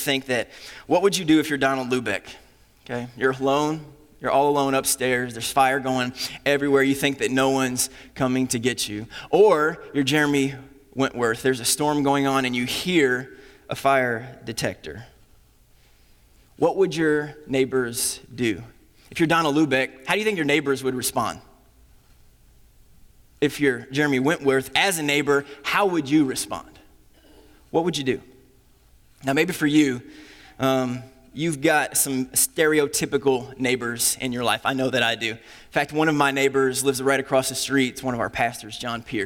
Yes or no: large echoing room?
yes